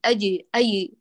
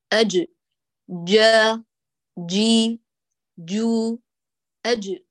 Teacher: جيم خالصة وشديدة · Shown in: second take